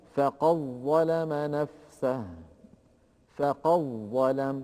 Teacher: كذلك إن جاء بعد دال قد حرف الظاء نحو قوله تعالى ومن يفعل ذلك فقد ظلم نفسه، فقد ظلم، أدغم ورش هذه الدال في الظاء للتقارب بين المخرجين، فقال رحمه الله: فقد ظلم نفسه. فقد ظلم من القاف إلى الظاء المشددة مباشرة، ولا يبقى للدال أثر